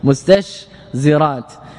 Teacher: توسط الشين وهي مهموسة الرخوة، بين التاء وهي مهموسة شديدة، والزاي وهي مجهورة